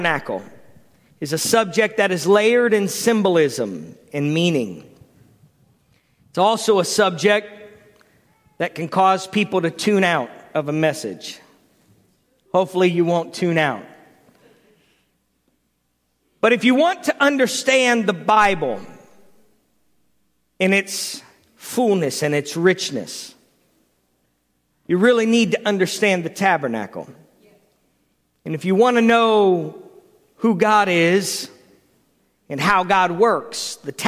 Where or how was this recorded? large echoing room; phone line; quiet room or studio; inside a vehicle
large echoing room